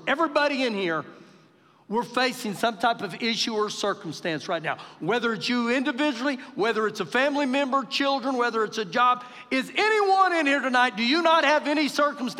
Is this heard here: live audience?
yes